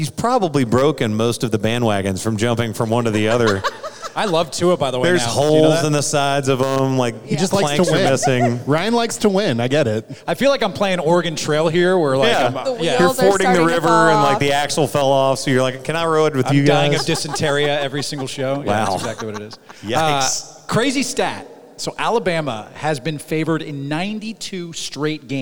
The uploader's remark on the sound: LIVE FROM THE SEC CHAMPIONSHIP IN ATLANTA